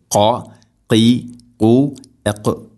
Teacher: ഖാഫ് ഉച്ചരിക്കുമ്പോൾ തൊണ്ടയുടെ മുകൾ ഭാഗവും കഴിഞ്ഞ് മേലെ ഭാഗം ചെറുനാക്കിൻ്റെ ആ ഒരു ഭാഗമാണ് അതിൻ്റെ മഖ്റജ്. ഖാ ഖി ഖു ഖ.